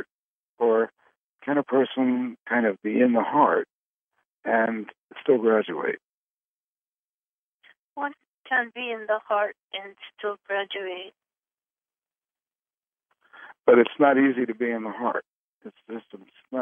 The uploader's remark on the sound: Conference Call LIVE, November 8, 2021